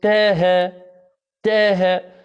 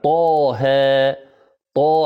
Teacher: مثلا إذا قلت طه، طاء، الطاء مثلا مفخمة ومن الحروف المستعلية، إذا سمعنا أحدا يقول تاها تاها، يعني هو أخرجها من نفس المخرج ولكن لم يعطيها صفتها التي هي الاستعلاء والتفخيم · Shown in: first take · العلو إلى الأعلى، طاها طاء، قال تاها تاها، هنا تغير المعنى، طاها حرفين، وإذا قال تاها أصبح تاها فلان، تاها ويبحث عنه.